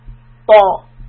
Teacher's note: Ta is a heavy letter. Raise the back of the tongue. Ta. Open the mouth without rounding the lips.